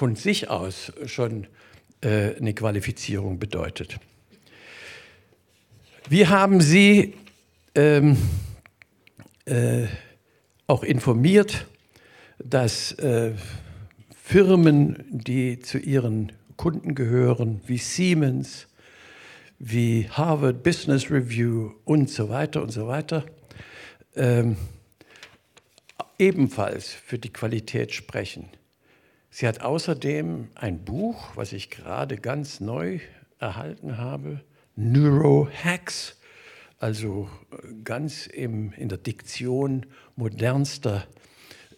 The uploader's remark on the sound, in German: Im DAI Heidelberg. Aufzeichnung des Vortrags.